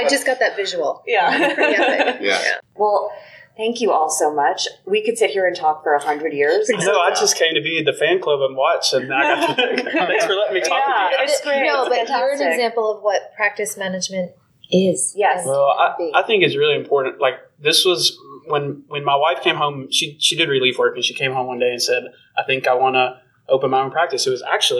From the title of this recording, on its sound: Panel Interview from Connexity 2022!